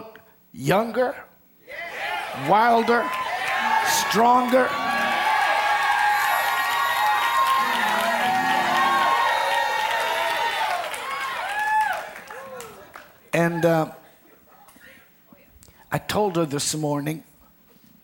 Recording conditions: live audience